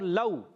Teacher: واو لین کو بغیر کھینچے پڑتے ہیں، بغیر کھینچے پڑیں گے، اس کو ایک الف کھینچیں گے.